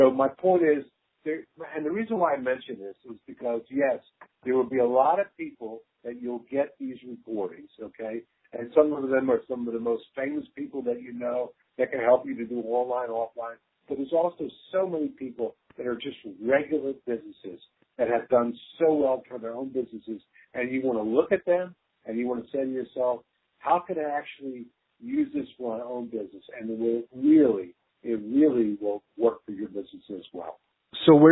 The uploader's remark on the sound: phone call conversation (sorry about the audio quality!!)